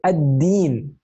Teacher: the al is not pronounced, but the al is there. · Term: huruf shamsiya